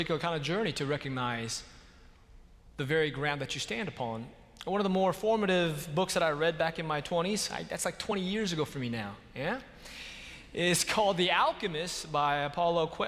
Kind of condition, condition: setting, large echoing room